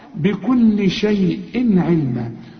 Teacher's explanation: والتنوين اللي بعده عين ما تغنش لأن العين من حروف الإظهار